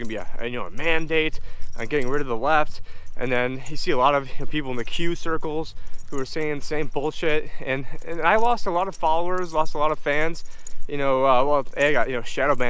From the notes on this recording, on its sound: On this walk and talk.